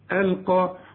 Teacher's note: القاف مفخمة ودي اعلى درجات التفخيم